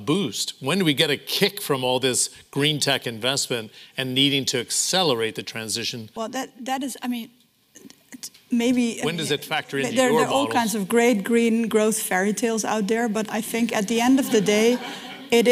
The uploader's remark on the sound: Growth Summit 2023: Chief Economists Briefing. This is the full audio of the Chief Economists Briefing session at the Growth Summit.